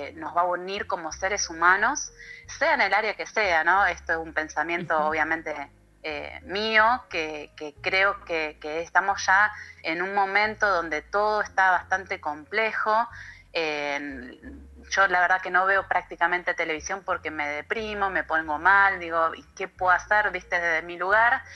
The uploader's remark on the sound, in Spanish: Charla Telefonica